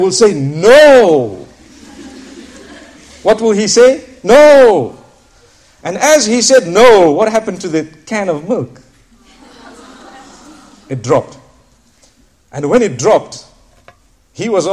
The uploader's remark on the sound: School Lecture at Bolton, Lancashire, UK